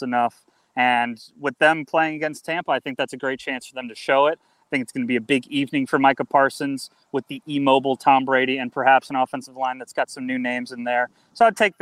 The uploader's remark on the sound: live from Washington practice